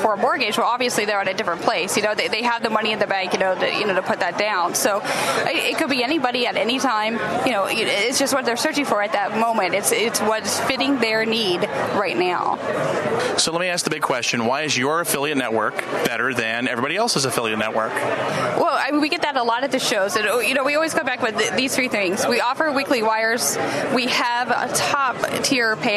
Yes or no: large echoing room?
no